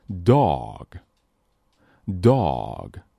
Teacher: 我们看到 dog 这个音非常的小口型，但是要保证口型是圆的， dog 口型是圆的，里面舌头微微上拱，舌头后部微微上拱，发出 O 这个音，就类似于英式英语当中的那个音 O。 Dog Dog 我们会发现 Dog 以及 Hot 同样是字母 O，但是在 Dog 里面发小的，在 Hot 里面发大的，所以这很神奇，印证了我在课前说的那句话，不确定的发音或者不认识的单词一定要去查字典。如果你读成 dog，what？所以你会听到有些人把 boss 读成 boss，波斯、巴斯都是不对的，是 boss。那我们下面看 coat，这个音是从 a 开始到 u 去滑动，要记住双元音一定要感受到口型的滑动或者变化，所以是 oh。当你突然间想明白了一个事儿，哎呀，熊叔没头发。Oh，可以很夸张的来一遍。Oh，然后加上单词里 coat，coat。那么这两个音应该问题不大了。再强调一遍，我们这两个音往往和前面